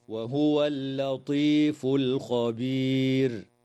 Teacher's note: قوله تعالى: وهو اللطيف الخبير، يراعى ترقيق اللام في كلمتي اللطيف والخبير، وتنتهي الآية اتفاقا عند كلمة الخبير، والوقف عليها من قبيل الوقف التام مع وجوب تفخيم الراء حال الوقف على كلمة الخبير لسكونها بعد ياء ساكنة. هكذا: وهو اللطيف الخبير.